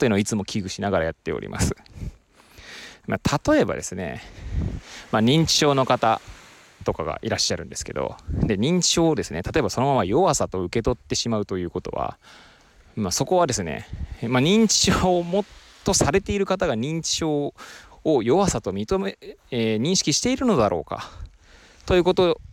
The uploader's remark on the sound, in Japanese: 初めての外収録。釜石市の根浜海岸を歩きながらケアとは何かについて語ってみました。音声がどんな感じか気になります。Stand.fm。